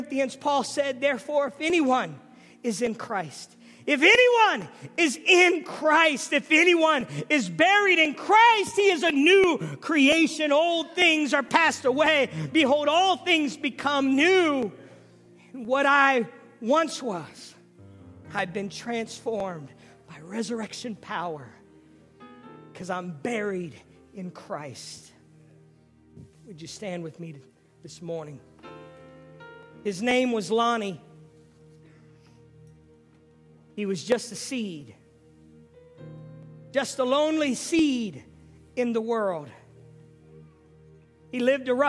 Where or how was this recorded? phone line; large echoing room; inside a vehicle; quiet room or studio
large echoing room